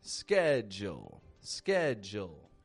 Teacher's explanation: The American accent then takes the D and the U and kind of blends the sounds together to make a j, j, as if it's like a J and a schwa sound, j, skedj. And then we just ease our way into a dark L, O, in the ending.